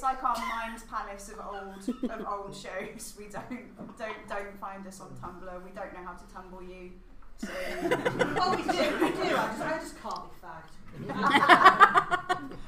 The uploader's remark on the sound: Live at Edge Lit 2018.